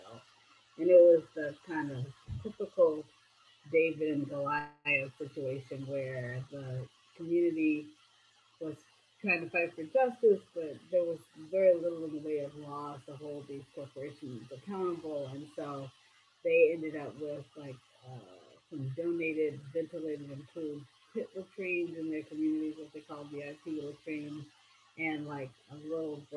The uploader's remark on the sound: While she was in Gulf Coast Mississippi celebrating their Solar for All Project. Although we had a bit of trouble with our audio during our conversation.